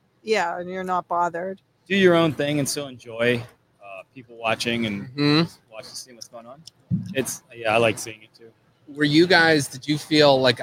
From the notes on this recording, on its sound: broadcast live from Penguin City Brewing!